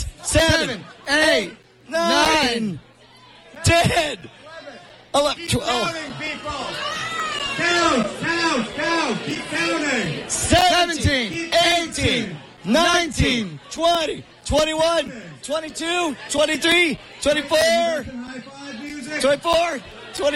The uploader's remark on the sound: SXSW Sunday's Live Coverage. Live coverage of SXSW Sunday afternoon.